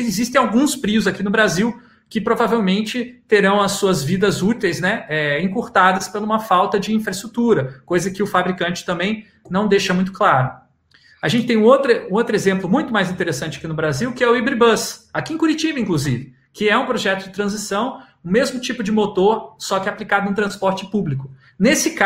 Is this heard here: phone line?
no